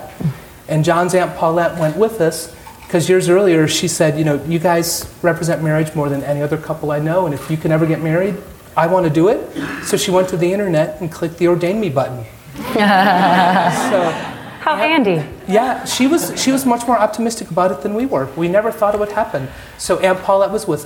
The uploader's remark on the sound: During an IVY Ideas Night in Washington DC